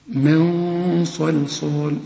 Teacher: الغنة هنا هتفخم علشان الصاد مفخمة، من صلصال.